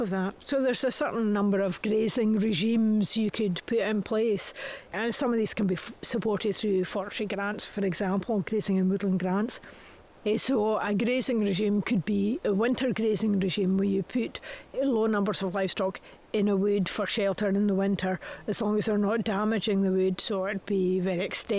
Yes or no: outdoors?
yes